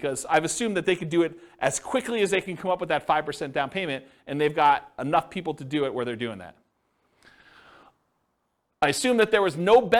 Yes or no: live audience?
yes